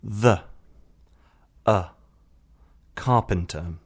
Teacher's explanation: Englannin kielessä on myös niin sanottu välivokaali, joka on ääntämykseltään lähellä suomen ö-äännettä